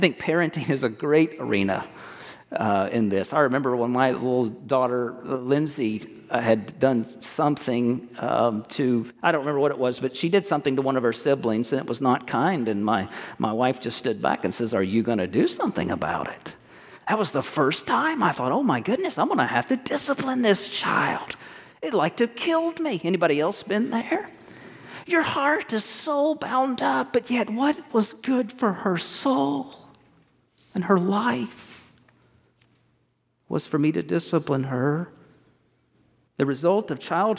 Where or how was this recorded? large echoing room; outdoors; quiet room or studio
large echoing room